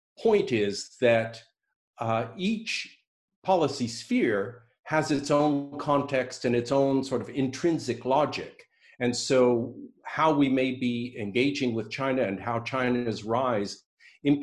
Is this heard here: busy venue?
no